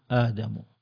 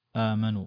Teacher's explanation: أبدلت الهمزة هذه بألف ويكون أسهل في النطق · Term: مد بدل